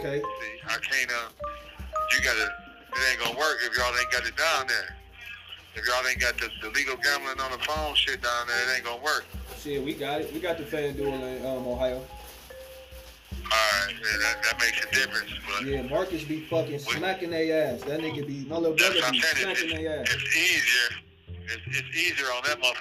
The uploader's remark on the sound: On the phone. A call from prison!